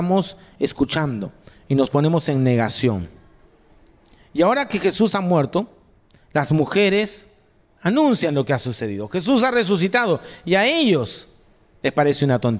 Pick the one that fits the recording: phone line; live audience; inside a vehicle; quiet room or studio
live audience